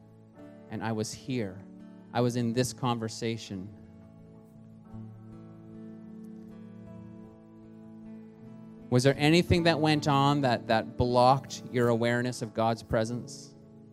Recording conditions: large echoing room